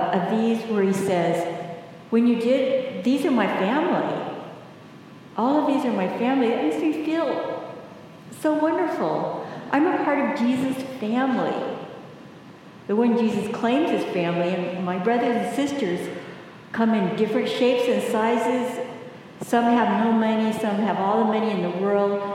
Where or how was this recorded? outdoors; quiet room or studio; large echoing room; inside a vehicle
large echoing room